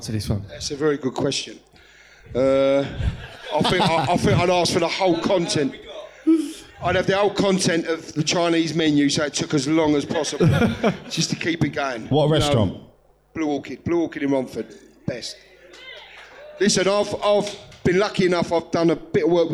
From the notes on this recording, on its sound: Live From London. We record live from Top Secret Comedy Club this week.